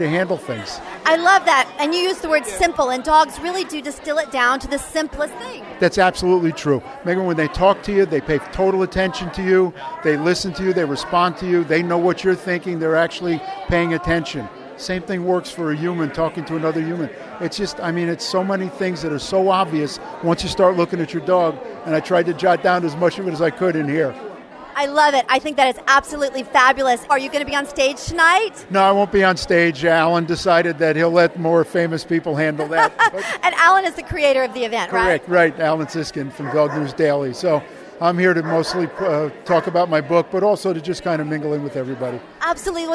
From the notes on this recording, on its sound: Live on The Red Carpet! On Pet Life Radio.